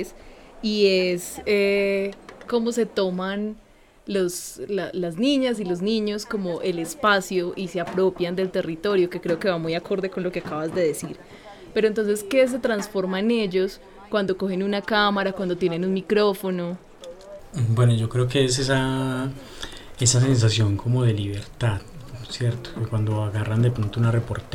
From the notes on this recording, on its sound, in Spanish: hoy los saludamos desde la plaza de mercado de Manizales